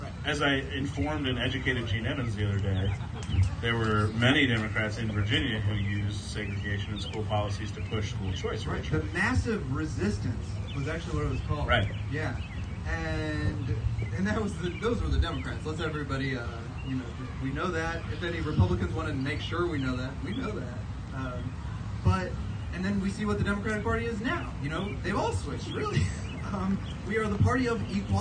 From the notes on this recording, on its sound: LIVE from the amphitheater in Stephen's Lake Park in Columbia, MO